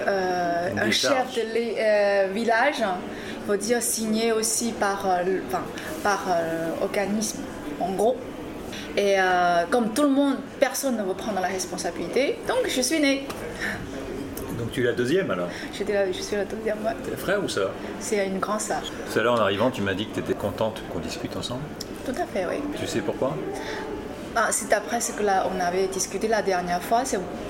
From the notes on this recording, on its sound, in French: Conversation enregistrée au Bar Lindbergh du Marriott Opéra Ambassador